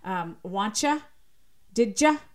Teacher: So when we see higher rates of certain things like contractions or palatalization, which is when you say things like wantcha, didja, that's called palatalization because it's simply two sounds coming together because of how they're articulated in the mouth that get palatalized, meaning the tongue moves more towards the palate